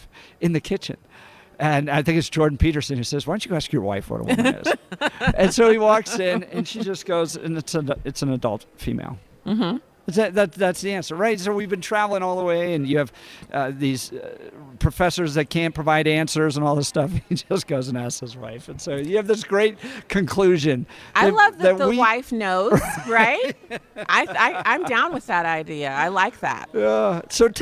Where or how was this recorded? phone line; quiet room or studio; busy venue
busy venue